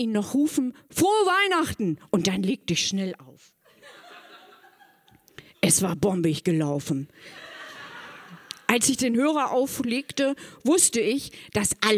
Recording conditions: live audience